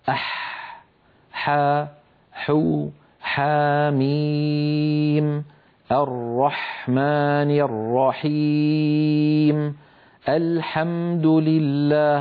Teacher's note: انظروا إلى حرف الحاء كيف أن لسان المزمار يرجع ولكن قليلا، لا يرجع بالمقدار الذي كان يرجعه عند حرف العين، لذلك نطق الحاء أسهل من نطق العين.